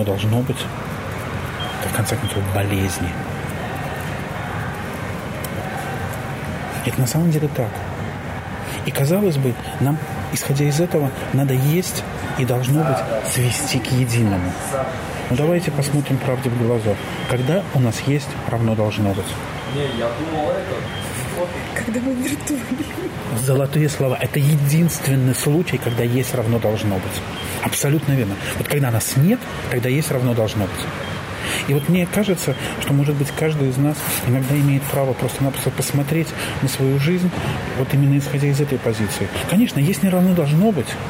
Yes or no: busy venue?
yes